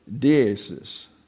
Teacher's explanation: The eta gets an a, long A sound in Greek.